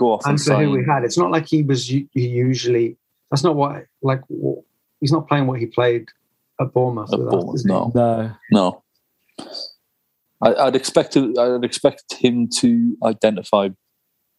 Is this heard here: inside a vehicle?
no